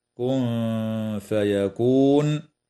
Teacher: إخفاء حقيقي مع الغنة مرققة للنون الساكنة عند الفاء